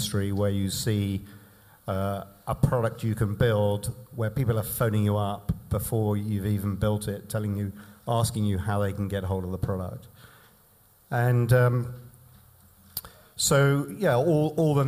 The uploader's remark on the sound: In this episode we bring you the first three discussions we had on stage at our evening event "MGA: The new frontier for Insurtech" .